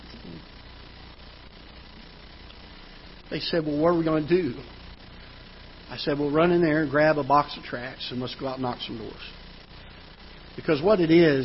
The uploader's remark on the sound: Ketha Heights Baptist Church ~ Live Broadcast